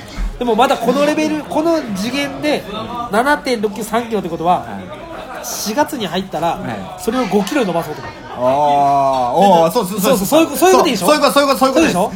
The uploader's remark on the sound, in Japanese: 居酒屋収録について。今回は居酒屋にて収録！